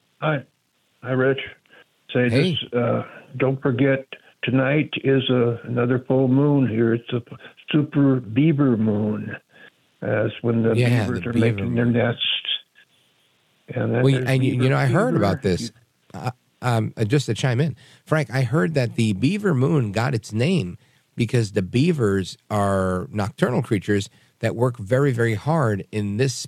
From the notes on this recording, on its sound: We take your calls in open phones across America.